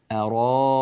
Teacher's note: فتبدل الهمزة التي بعد الراء ألفا مادية · Term: الإبدال